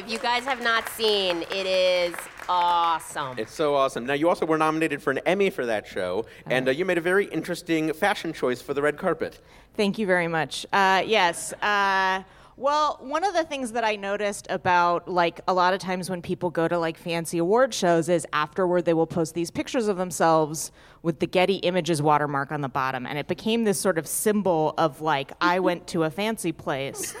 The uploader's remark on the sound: The show was recorded at The Angel City Brewery in Los Angeles. The show was recorded at The Angel City Brewery in Los Angeles.